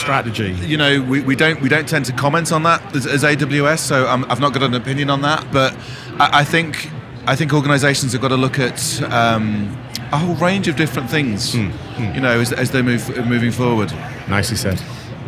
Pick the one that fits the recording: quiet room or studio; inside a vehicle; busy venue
busy venue